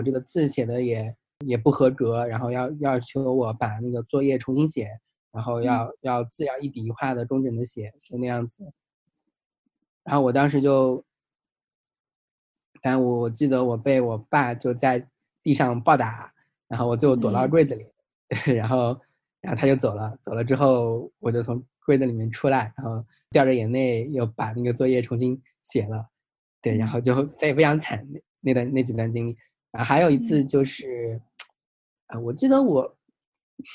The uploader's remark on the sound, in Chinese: Zoom 连线对话